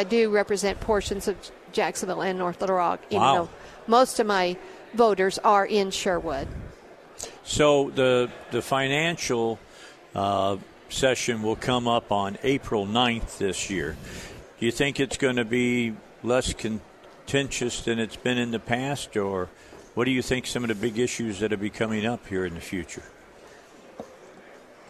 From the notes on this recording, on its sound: Live at the State Capitol for Filing Day